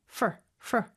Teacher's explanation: 빨리 발음할 때는 for, for 모음 소리 없이 그냥 fr 소리만 나는 경우가 많아요.